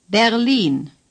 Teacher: The stress is on the long I.